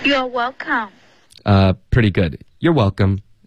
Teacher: You're welcome.重音放 you're,比较常见